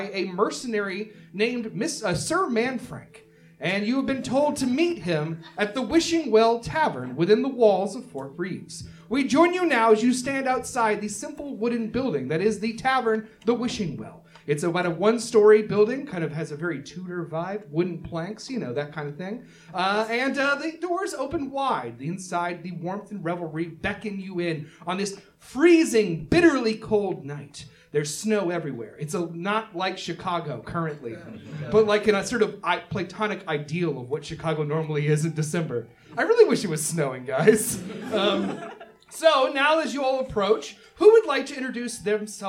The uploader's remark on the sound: from our new live show, Thirst For Adventure!